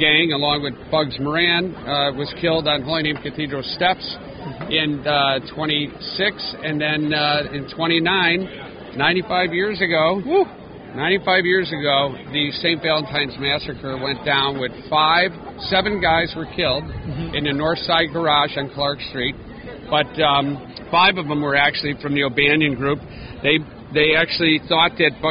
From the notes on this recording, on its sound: On location Lunetta All Day.